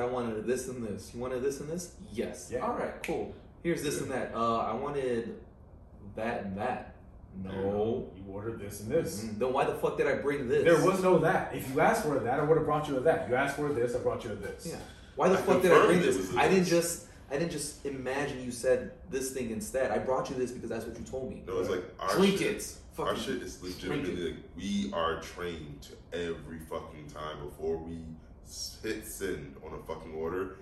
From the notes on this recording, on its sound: There was a glitch with OBS (the audio software) and we had to use the backup audio for this episode.